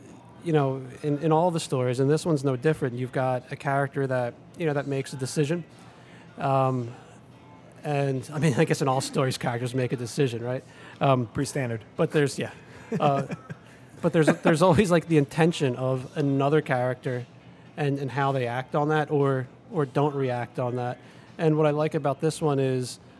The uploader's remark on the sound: Welcome to the first remote book.record.beer cast. Indulge in a local brew supplied by our recording hosts! Much thanks goes out to "The Foodery," our local Manayunk suds shop on Ridge Ave, where this episode was recorded.